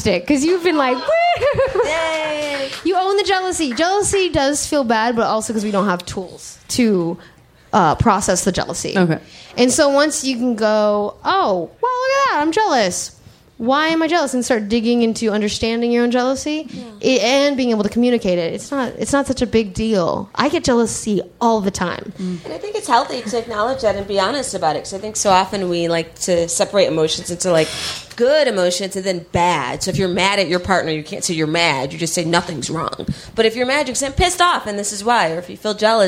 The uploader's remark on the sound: Live in DC